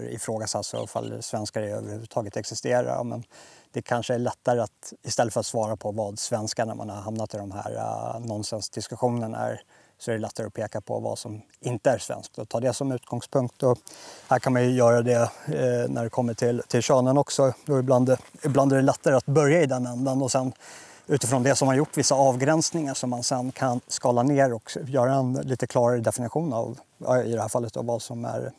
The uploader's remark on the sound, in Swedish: Befinner mig just nu i Krugerparken och arbetar med att skydda djurbeståndet från tjuvskyttar, och framförallt då noshörningarna. Bara 15 minuter efter att jag avslutade den här inspelningen såg det tomma fältet jag satt på ut såhär.